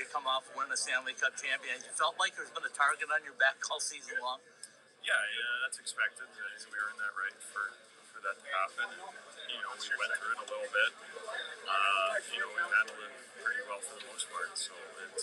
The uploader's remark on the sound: LIVE from the Winter Classic in Seattle, WA!